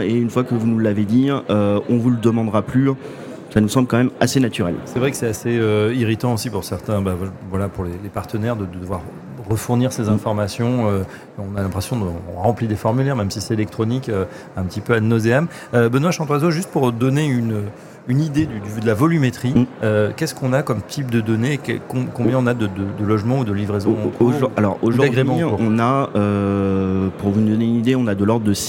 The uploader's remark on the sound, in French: 83e Congrès HLM de l'Union Sociale pour l'Habitat. En direct du 83e congrès USH à Nantes.